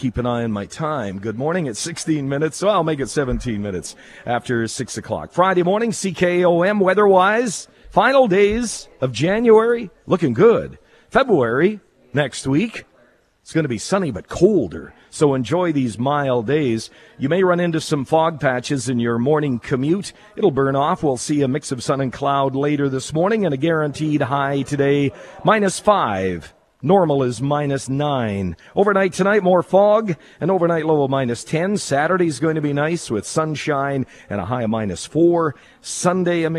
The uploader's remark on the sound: Live from Hospital Home Lottery show home